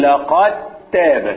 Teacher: لأن الدال والتاء أد وأت الاثنين مخرجهم واحد فنقول لقد تاب نضغمهم في بعض لقد تاب الدال كأنها مش موجودة تضغم في التاء لقد تاب